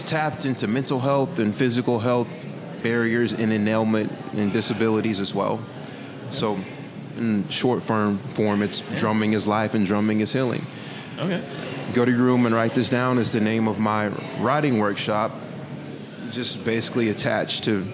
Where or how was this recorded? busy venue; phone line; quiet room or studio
busy venue